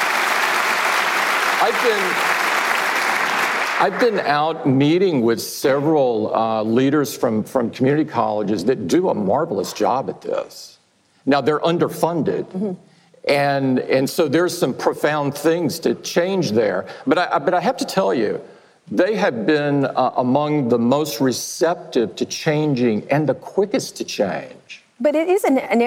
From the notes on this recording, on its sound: The interview was held in front of a live audience the day after Apple's education-focused event in Chicago.